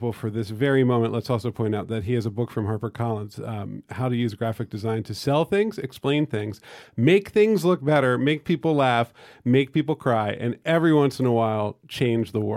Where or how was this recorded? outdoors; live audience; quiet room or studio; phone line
quiet room or studio